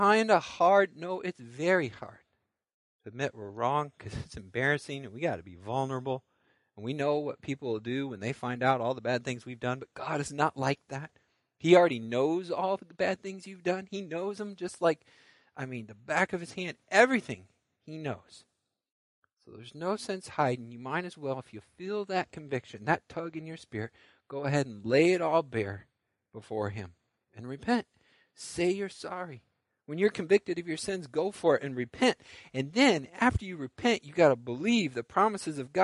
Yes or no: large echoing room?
yes